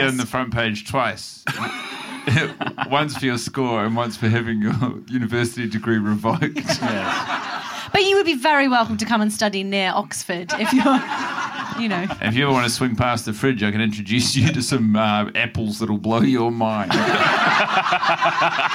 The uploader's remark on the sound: Live at Comedy Republic for MICF 2023!